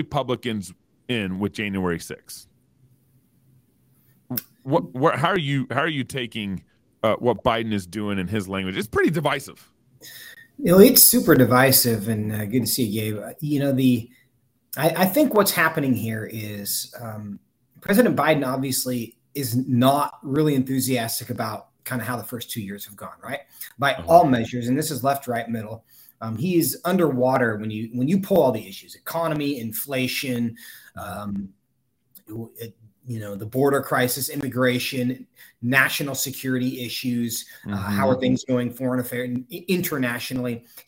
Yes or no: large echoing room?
no